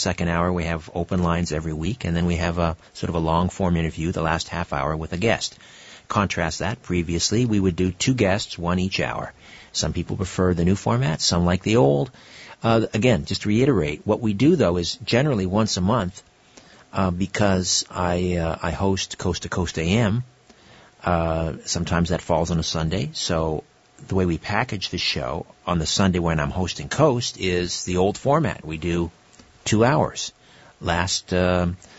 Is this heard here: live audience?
no